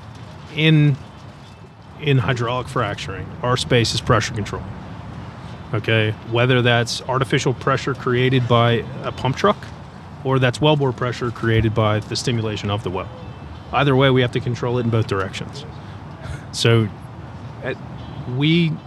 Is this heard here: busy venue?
yes